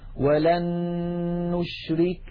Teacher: النون الأولى قد صارت مع النون الثانية نونا واحدة مشددة